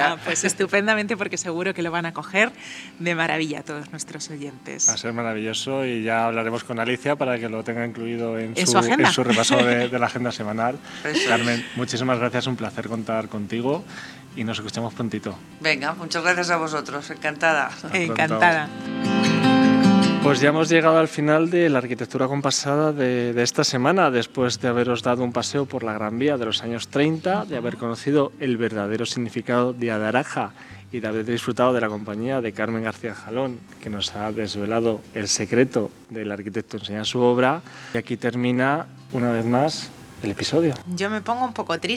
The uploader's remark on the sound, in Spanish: Nuestro octavo paseo sonoro nos acerca a la emblemática y centenaria Gran Vía